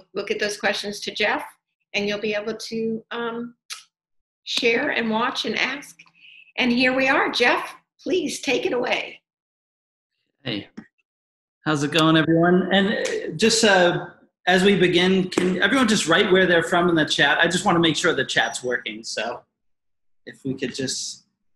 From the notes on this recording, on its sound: In this webinar recording